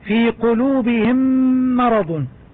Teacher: ويلاحظ بأن إدغام الميم بالميم يحتاج إلى غنة بمقدار حركتين